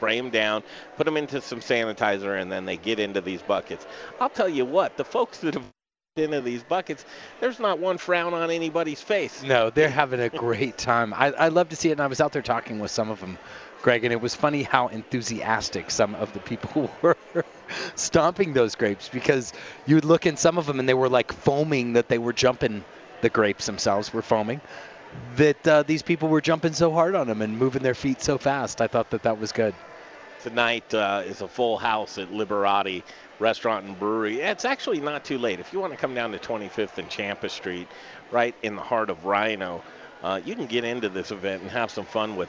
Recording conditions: busy venue